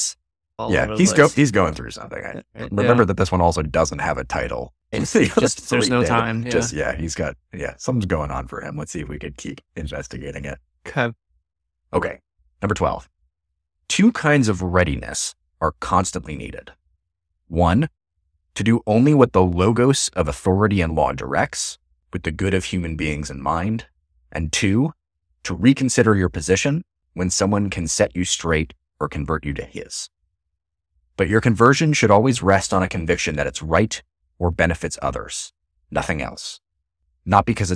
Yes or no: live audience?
no